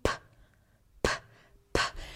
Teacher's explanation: So right here in this box, we're seeing consonants that are produced at the lips and produced with a stop. And lo and behold, there are two different consonants.